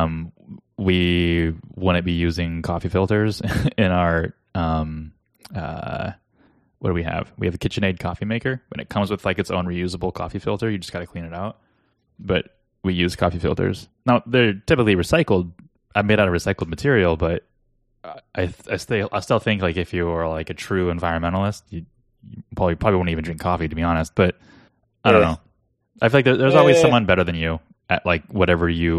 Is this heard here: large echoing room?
no